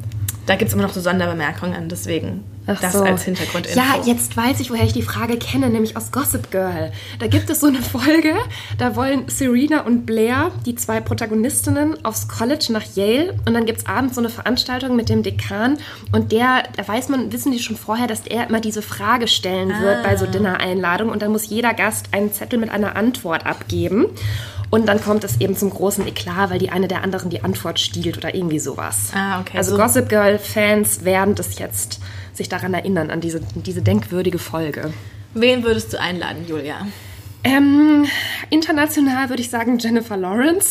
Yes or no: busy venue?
no